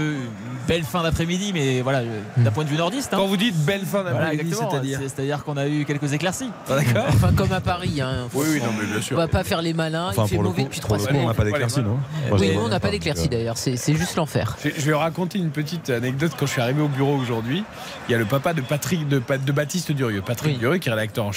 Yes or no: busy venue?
yes